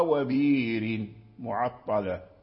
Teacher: أبدل الهمزة ساكنة ياء